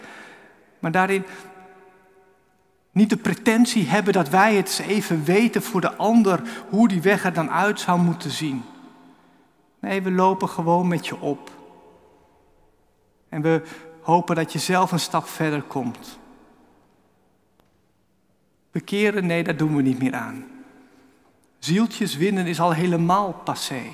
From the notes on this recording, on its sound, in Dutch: Opgenomen in de Noorderkerk te Amsterdam.